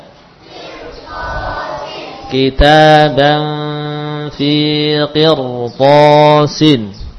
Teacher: Bersambung dengan huruf to dalam kata kirtos, ya. Maka ro langsung menyesuaikan tebalnya huruf to, langsung menebal.